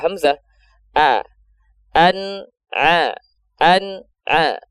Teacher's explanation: hamzahnya kurang jelas, ya, bahkan bercampur dengan huruf ain